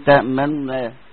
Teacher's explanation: تختلس حركة الضمة دي، تختلسها يعني تجيب جزء منها صغير. ما لك لا تأمن لا على يوسف، ما تقولش تأمنونا، تقول تأمنا، خلاص كده. · Term: الاختلاس